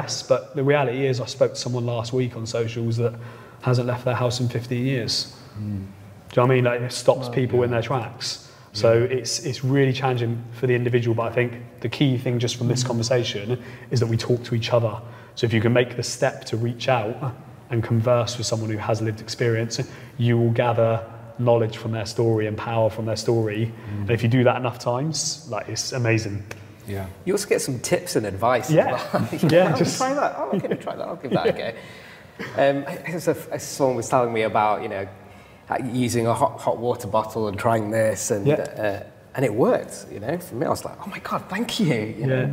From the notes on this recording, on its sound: a fantastic live panel discussion hosted by The Book of Man